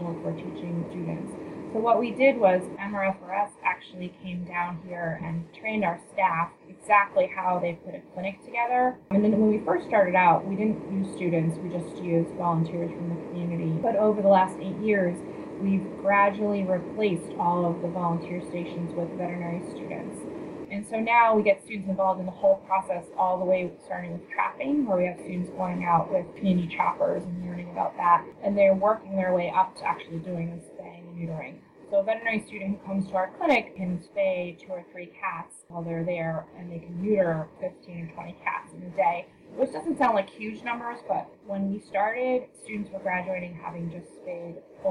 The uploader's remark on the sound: Please note that the audio quality of this interview is questionable due to technical difficulties.